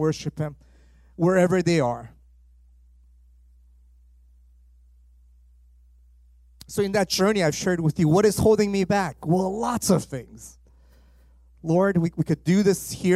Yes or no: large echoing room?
yes